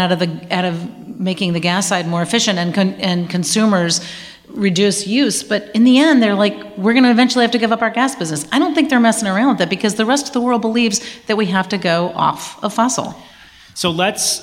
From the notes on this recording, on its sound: Live at MIT. This past week, we recorded a live show at the MIT Energy Conference.